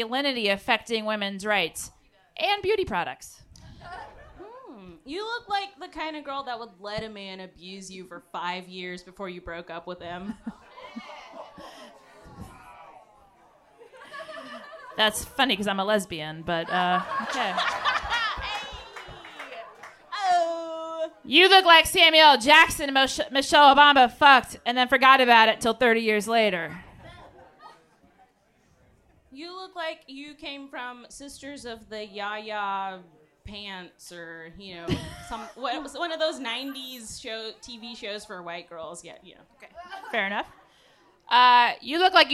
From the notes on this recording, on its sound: Recorded LIVE at the P&H Cafe in Memphis, TN!